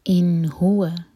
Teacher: نون پر سکون تو نون پر اظہار، نون کو کلیئر پڑھیں گے